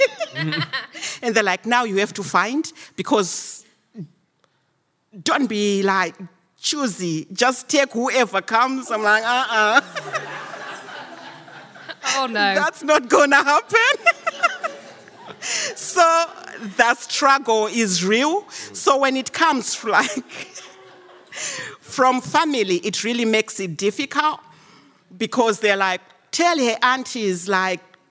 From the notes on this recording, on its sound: Live from the Hub